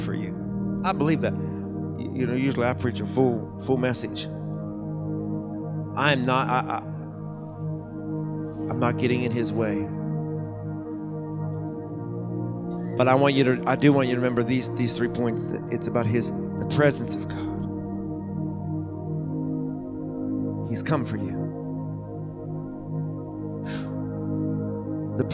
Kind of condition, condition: setting, large echoing room